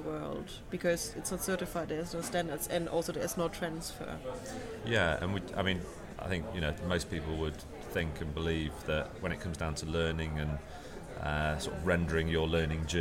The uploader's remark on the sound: This interview was recorded at Mozilla Festival London 2013 for the #Airtime live event radio.